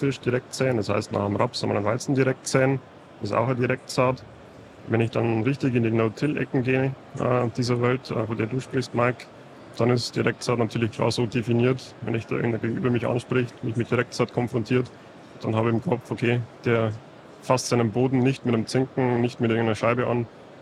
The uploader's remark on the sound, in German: aufgenommen live von der Agritechnica